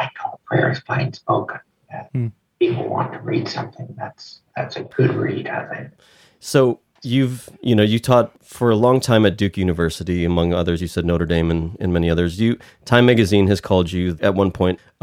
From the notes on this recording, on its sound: The audio for this episode is not to our regular standard.